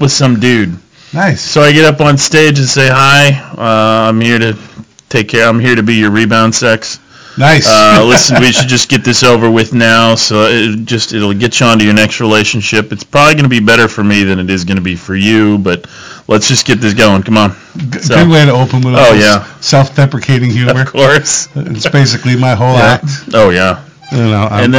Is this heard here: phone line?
yes